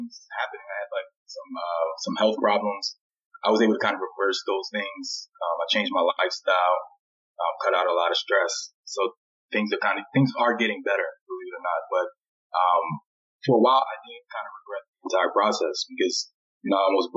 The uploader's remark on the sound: Sorry for the subpar audio quality.